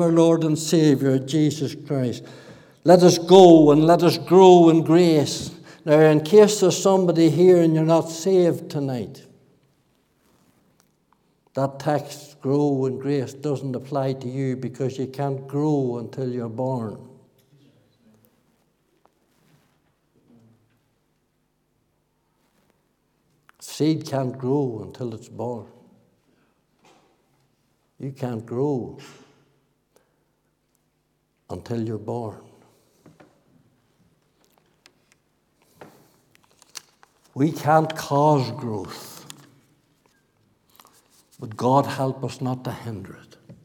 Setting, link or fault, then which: setting, large echoing room